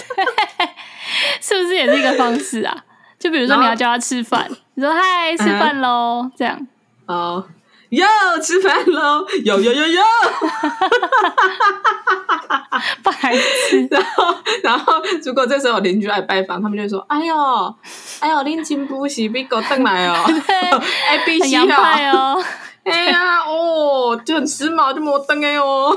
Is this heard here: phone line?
no